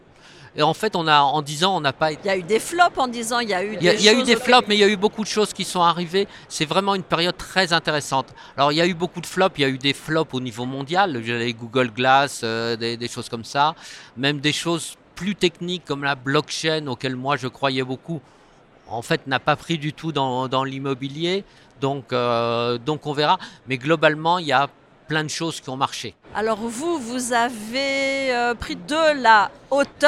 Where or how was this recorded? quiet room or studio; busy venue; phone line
busy venue